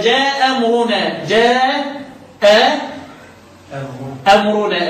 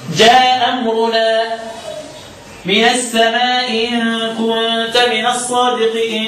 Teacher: أسقط الأولى يعني إيه؟ يعني حذف الهمزة الأولى · Shown in: second take